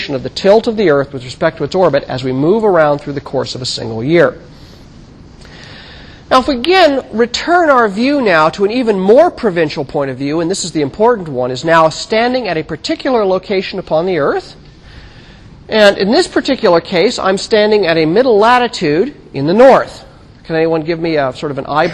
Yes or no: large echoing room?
yes